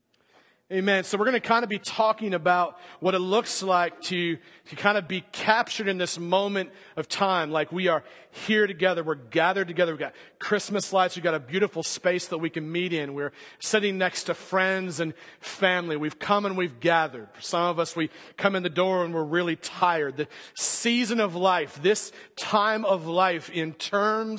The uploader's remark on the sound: At The Well an Acts 29 &amp; Converge Heartland Church in Hastings, NE. At The Well an Acts 29 & Converge Heartland Church in Hastings, NE.